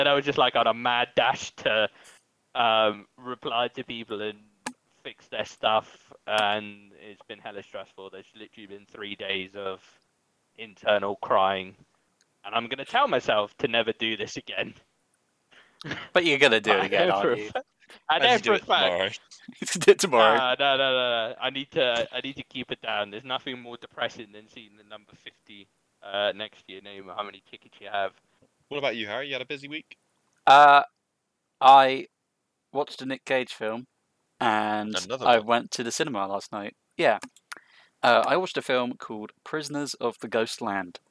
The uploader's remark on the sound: This is one of our first episodes so the audio may not be perfect throughout.